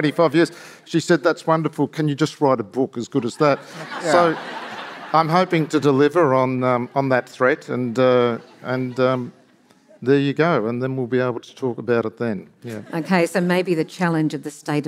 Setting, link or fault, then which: setting, live audience